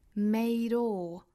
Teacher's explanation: 这个 made 和后面的 all 是可以做连读的